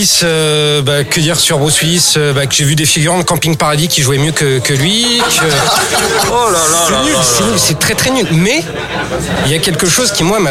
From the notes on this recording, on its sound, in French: Enregistré au Hurling pub (8 Rue Descartes, 75005 Paris), le samedi 12 mai 2018.